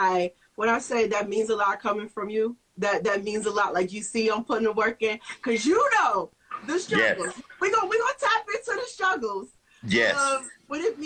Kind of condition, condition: link, video call